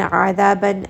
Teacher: ayn is going to be from the middle of the throat